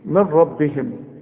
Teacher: النون الساكنة اللي بدون تشكيل اللي يجي بعدها ره اسقطها من النطق